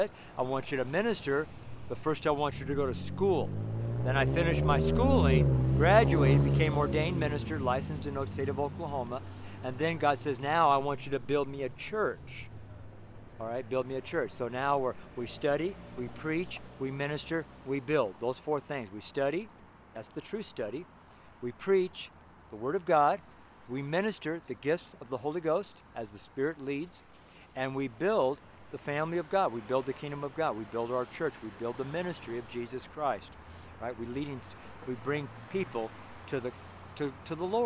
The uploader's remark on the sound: Street Sermon preached from Louisville, Colorado